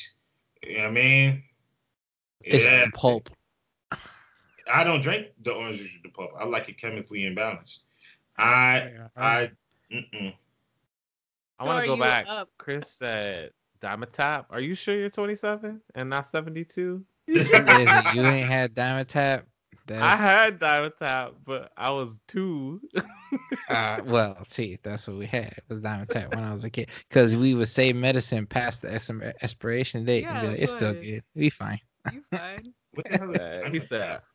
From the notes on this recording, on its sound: Another ZOOM/SKYPE episode.